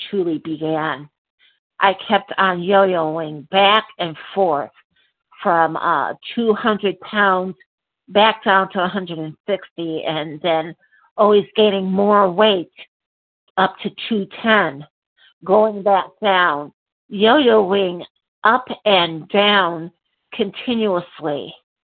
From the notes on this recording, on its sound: qualification from the 100 Pounders Phone Meeting